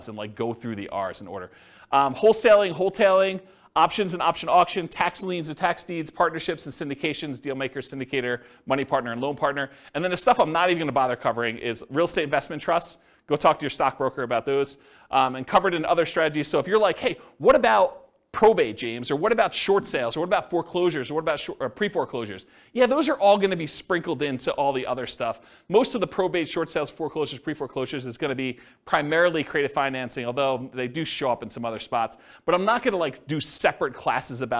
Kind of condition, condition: setting, live audience